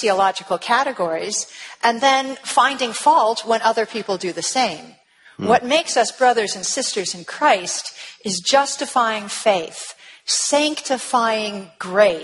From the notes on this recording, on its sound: on a panel at the 2014 National Conference